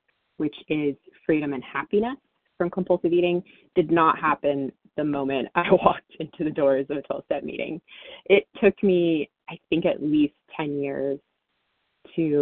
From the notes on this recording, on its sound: 100 Pounders Phone Meeting